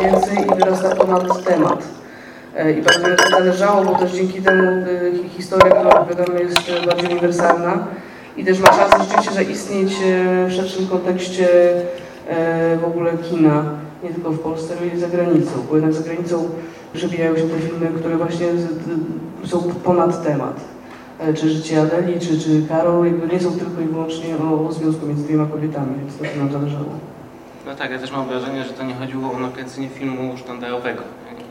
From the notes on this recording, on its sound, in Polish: Czwarty odcinek podcastu został nagrany 7 października w kinie Światowid, podczas pokazu specjalnego filmu "Nina".